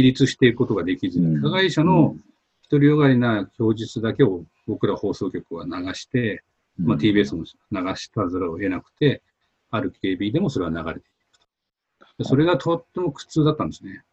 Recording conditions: video call